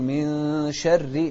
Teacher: الراء المكسورة من الحالات التي ترقق فيها الراء، إذا كانت مكسورة دائما نرقق الراء